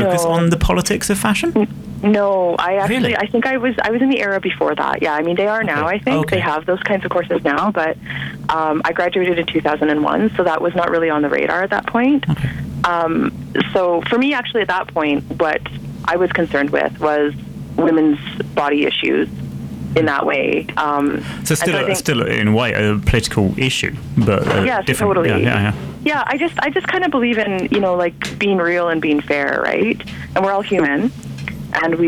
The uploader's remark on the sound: on the phone for the February edition of Bike Bits